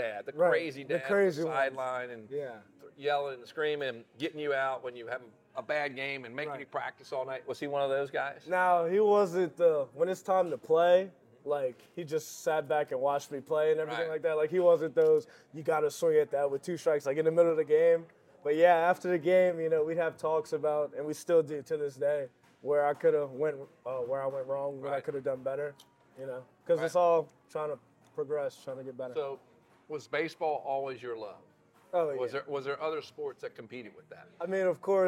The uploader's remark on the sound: At Modesto Tacos Tequila & Whiskey in Baton Rouge for some great food.